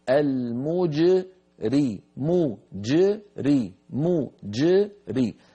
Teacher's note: فنضم الشفتين عند الميم، نعيدهما إلى وضعهما الطبيعية عند الجيم، وننطق الجيم من مخرجها ونعطيها كامل صفاتها